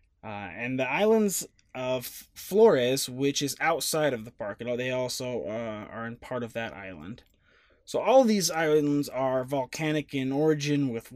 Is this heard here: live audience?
no